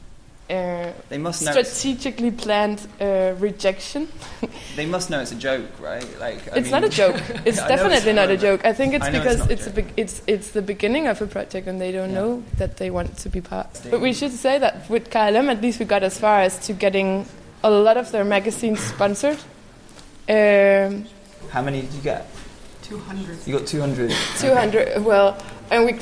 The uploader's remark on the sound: Live at Chaumont International Design Biennial. A live recording of a conversation we had in front of the audience at the Chaumont Design Biennial.